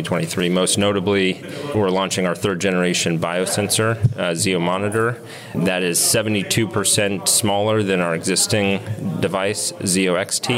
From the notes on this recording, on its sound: recorded at JPM in San Francisco